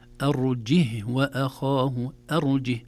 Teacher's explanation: في هذه الكلمات أرجه يقرأ بسكون الهاء وليس بحركة الهاء